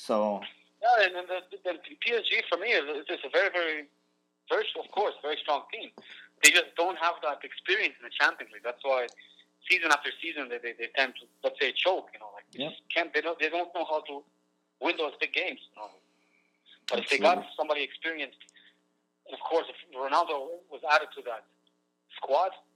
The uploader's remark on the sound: Stay home and toke over the phone again this week as the need to prevent the spread of coronavirus escalates.